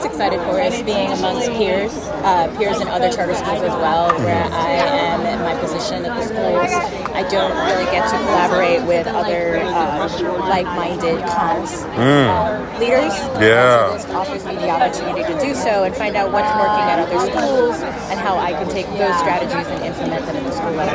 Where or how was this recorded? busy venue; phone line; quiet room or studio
busy venue